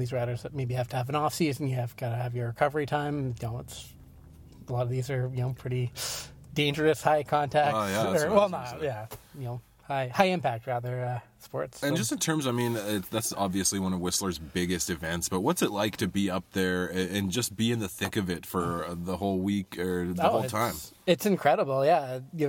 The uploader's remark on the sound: Recorded in the parking lot of the Pique Newsmagazine office in Function Junction (those car acoustics really come through in a pinch). Into our temporary mobile studio.